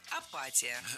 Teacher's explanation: И хотя никакого апата в русском языке нет, все равно мы должны запомнить, что в этом слове ударять надо не «и» в предпоследнем слоге, а чуть раньше